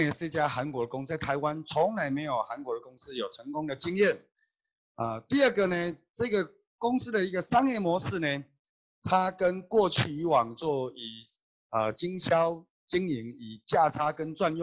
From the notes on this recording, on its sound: Check out our ninth Global Zoom Meeting Highlight.